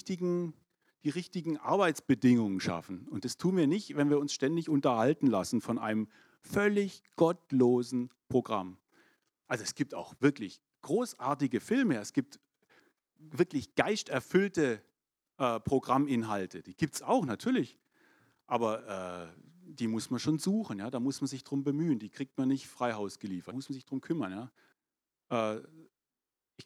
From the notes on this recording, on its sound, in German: 2022 in der Gemeinde Kaleo Schopfheim aufgenommen.